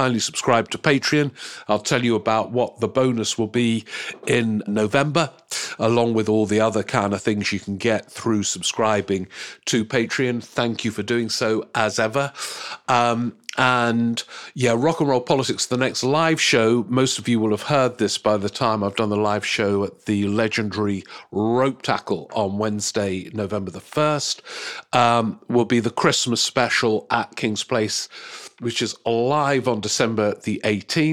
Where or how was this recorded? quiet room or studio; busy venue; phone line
quiet room or studio